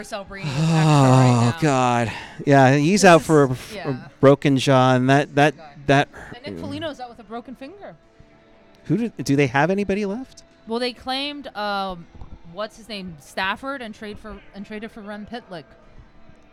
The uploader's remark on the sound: Live from the Shark Tank